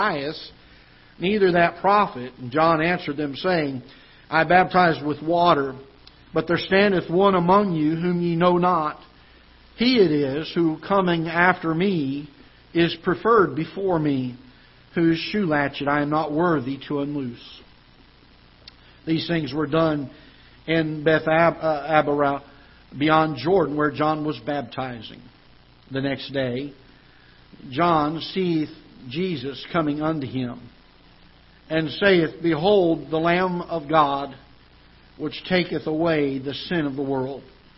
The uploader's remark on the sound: Ketha Heights Baptist Church ~ Live Broadcast